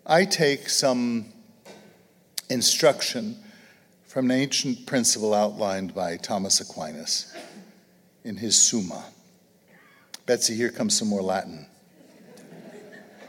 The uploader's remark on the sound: an audience of Acton supporters and friends gathered in Grand Rapids, Michigan